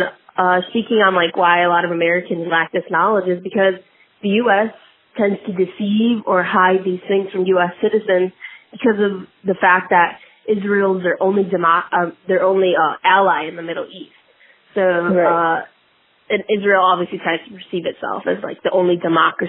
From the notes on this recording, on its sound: interviewed a close friend over the phone